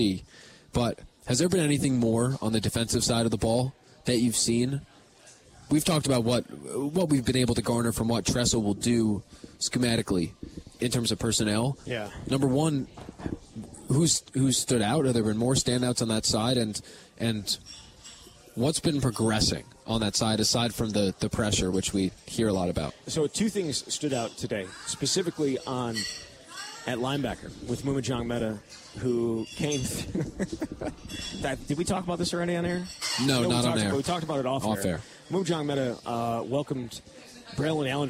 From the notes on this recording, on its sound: live at Monk's in Sun Prairie